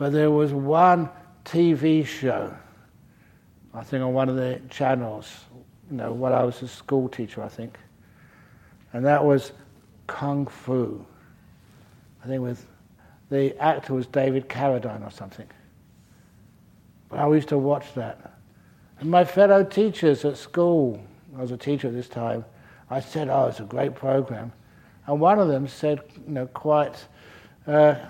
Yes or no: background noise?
no